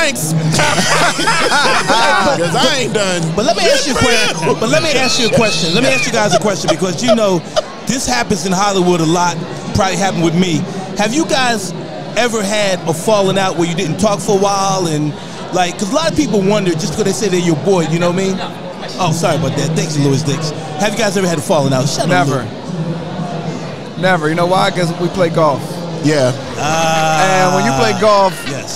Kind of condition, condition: setting, busy venue